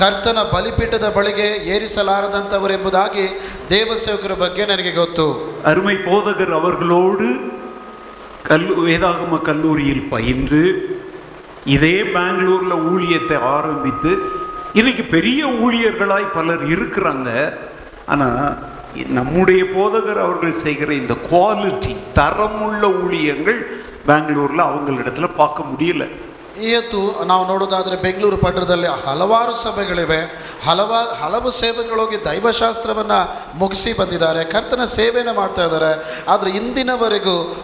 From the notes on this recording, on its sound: Preached at Full Gospel Church, Jalahalli. On the occasion of the Church's 55th anniversary.